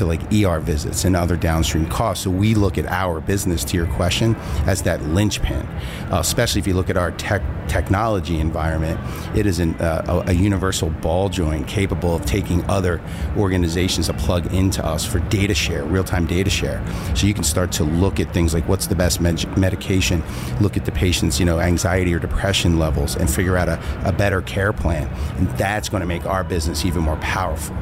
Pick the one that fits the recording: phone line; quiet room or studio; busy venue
busy venue